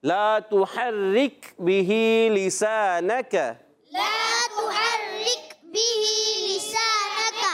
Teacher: تحرك میں را پر نہیں ہوگی، باریک ہو جائے گی